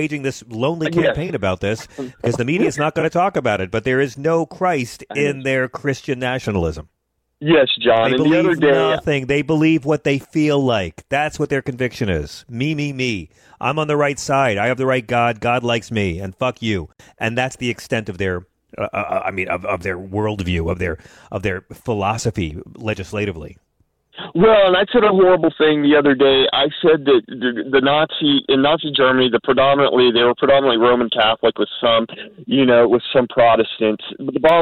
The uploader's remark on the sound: Then closing it up he takes calls